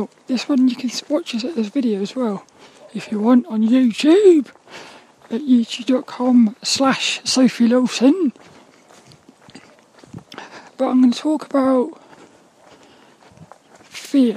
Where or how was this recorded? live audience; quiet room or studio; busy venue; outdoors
outdoors